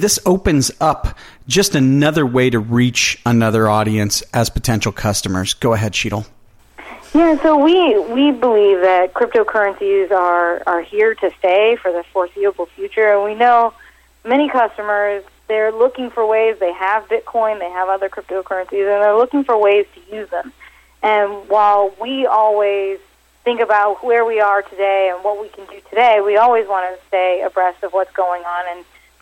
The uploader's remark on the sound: called in to SmallCapVoice